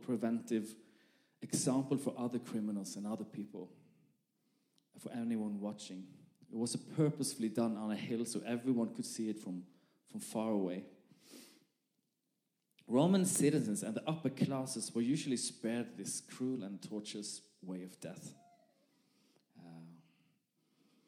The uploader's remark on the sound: This message was recorded live at our Malmö Gathering.